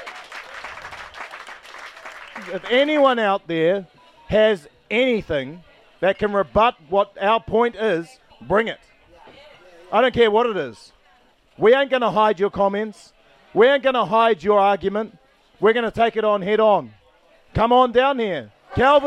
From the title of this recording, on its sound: Let’s Not Forget Tour Stop 3 - Towai Tavern - Whangarei